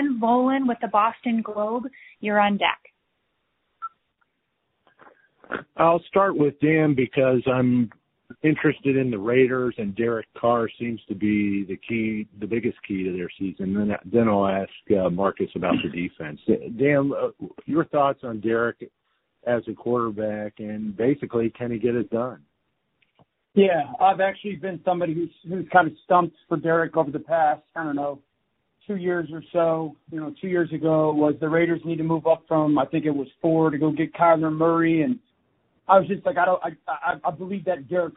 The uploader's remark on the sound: NFL Live Conference Call